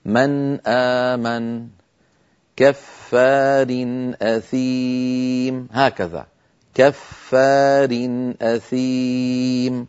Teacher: بل تبقى النون مستقلة تمام الاستقلال عن الهمزة ولا زيادة في غنتها · Term: الإظهار